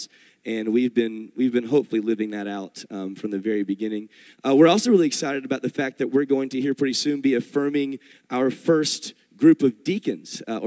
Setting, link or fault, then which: setting, large echoing room